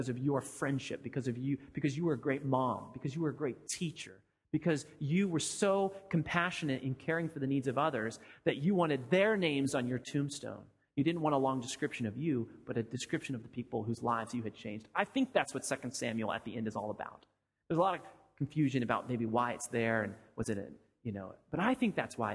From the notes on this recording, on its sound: Sermon audio from FIBC Copenhagen